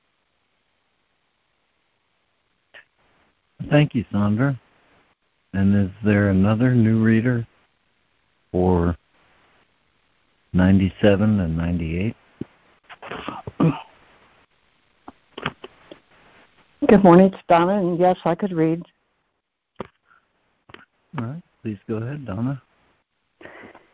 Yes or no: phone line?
yes